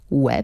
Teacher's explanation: łeb z literą B na końcu ulega ubezdźwięcznieniu · Term: ubezdźwięcznienie wygłosowe